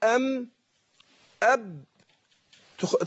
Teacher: الايه العليا، الشفتين معا بيخرج منهم الايه، قلنا الميم والباء والواو، الميم والباء تخرجان بانطباق الشفتين، اقول ام اب، تخرجان بانطباق الشفتين، الواو تخرج بانفتاح الشفتين